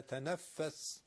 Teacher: تنفس فه واقعا باید مثل نفس باید هواش بیاد بیاد جلو فه رو نگیرید · Term: نفخ فه